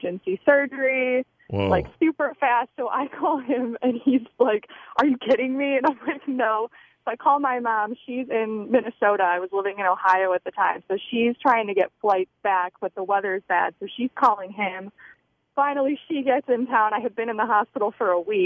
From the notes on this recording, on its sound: joins us on the phone